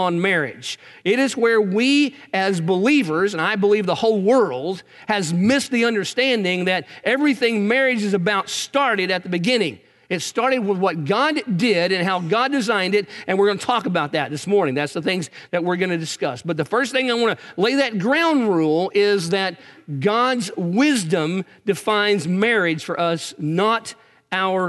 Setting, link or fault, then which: setting, large echoing room